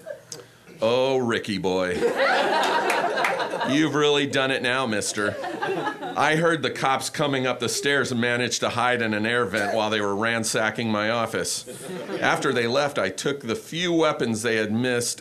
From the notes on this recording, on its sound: Holiday pieces recorded LIVE from the UCB theatre in Los Angeles.